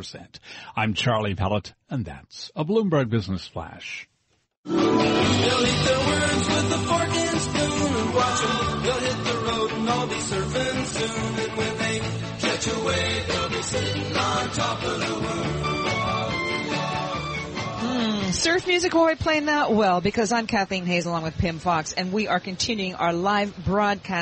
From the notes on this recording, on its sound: Broadcasting live from Elbow Beach Bermuda.